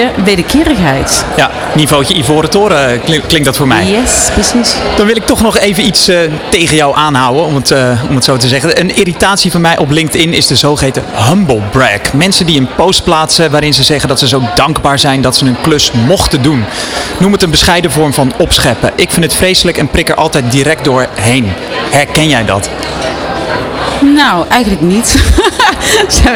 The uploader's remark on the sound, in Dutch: Op 15 april werd ondernemerschap in het zonnetje gezet op de Dag van de ZZP’er 2023. Vanaf de locatie, Hart van Holland in Nijkerk, deed De Ondernemer live verslag van hét evenement voor zelfstandig ondernemers.